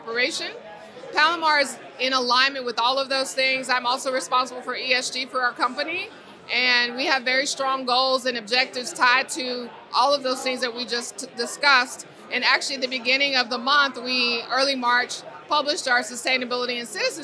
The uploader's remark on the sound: Spoke with AM Best TV at the InsurTech NY Spring Conference in New York City.